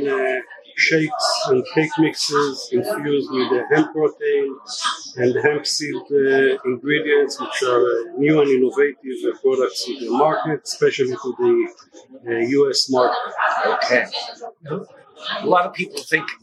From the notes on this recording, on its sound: our apologies for some of the spotty audio on this week's recording - we did our best within very noisy environments